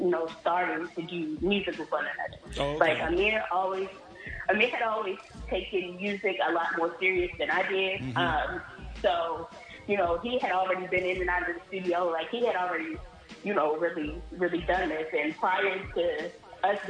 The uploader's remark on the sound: Phoned.